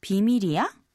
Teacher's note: 비밀이야 means it's a secret, I'm not telling you, and 비밀이야 means it's a secret, don't tell anyone. But if you raise the intonation too much, you get 비밀이야, which means is it a secret?